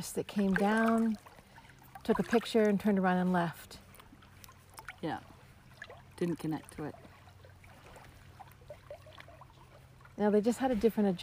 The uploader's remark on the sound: Listening to the song of Lake Bernard at the water's edge while sitting on a big flat rock that disappears under the water, also known as the Canadian Shield. Enjoy the sounds of Lake Bernard, the largest fresh water lake in the world without an island!